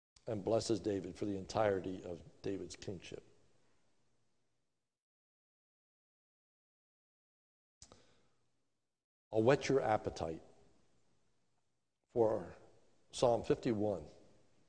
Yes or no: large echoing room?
yes